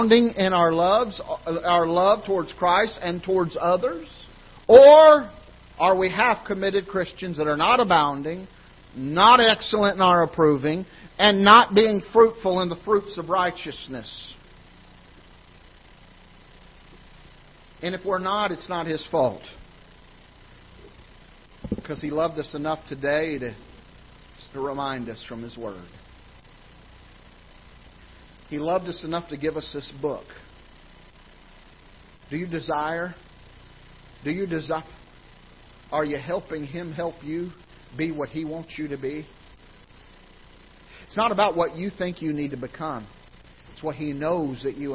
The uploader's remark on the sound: Ketha Heights Baptist Church ~ Live Broadcast